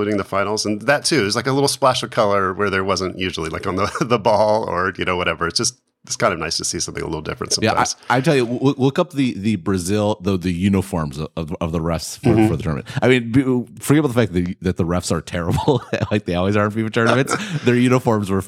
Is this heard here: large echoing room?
no